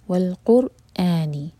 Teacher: قر یہاں پر را ہیوی ہوگا اور اس کے بعد حمزہ کا کٹ آف ساؤنڈ کلیئر آنا چاہیے، قرآن نہیں ہوگا یہ، والقرآنی.